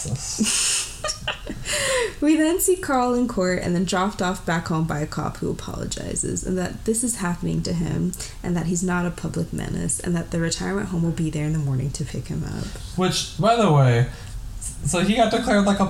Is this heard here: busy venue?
no